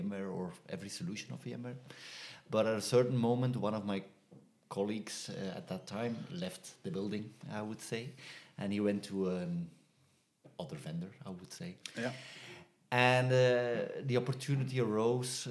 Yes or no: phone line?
no